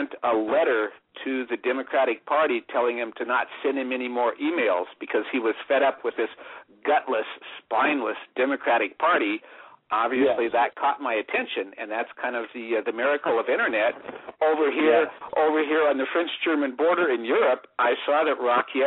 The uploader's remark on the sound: Today is a chance for listeners to call